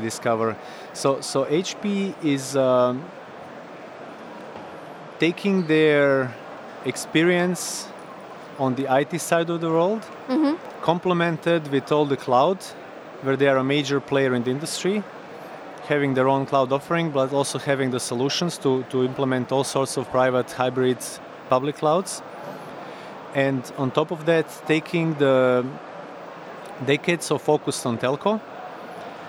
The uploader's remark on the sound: Live from HP Discover. In this archive of a livecast.